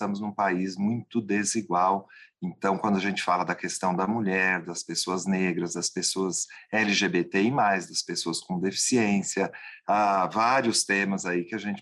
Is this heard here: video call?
yes